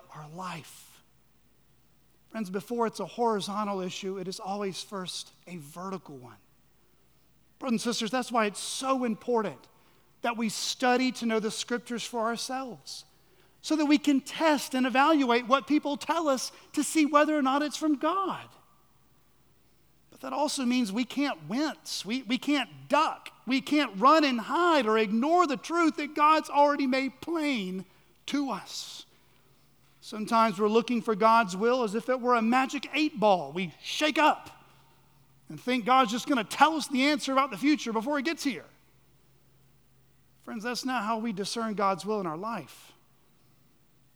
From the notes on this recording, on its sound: at Chaffee Crossing Baptist Curch in Barling, AR.